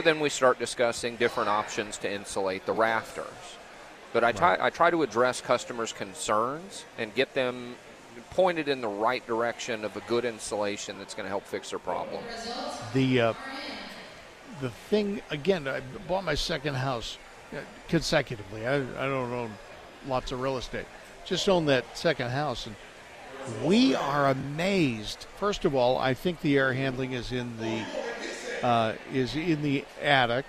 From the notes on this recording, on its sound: broadcast live from the North Carolina Outdoor Living Show